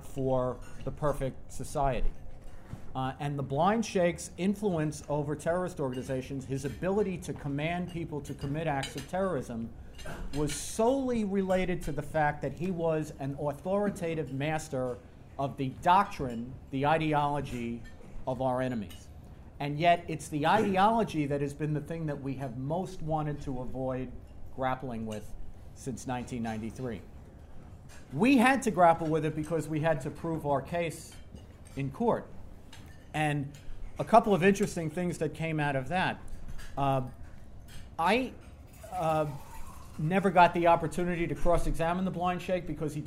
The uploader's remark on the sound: remarks at TNC's board dinner